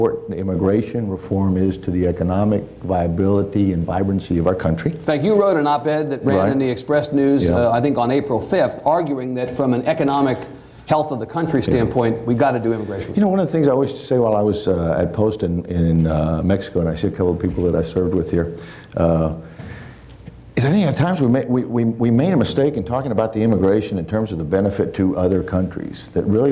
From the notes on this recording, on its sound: This event was recorded before a live audience in Austin.